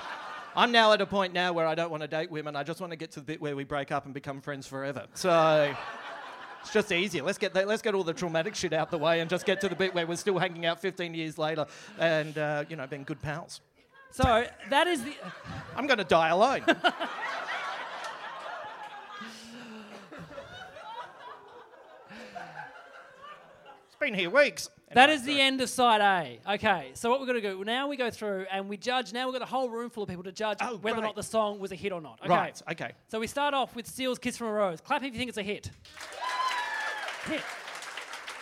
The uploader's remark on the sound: The very first live 100% Hits Vol Pod recorded at The Basement Comedy Club at the European Bier Café